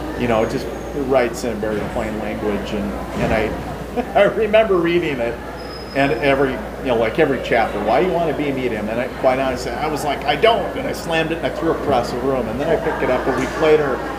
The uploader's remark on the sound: Recorded at MI Paracon 2023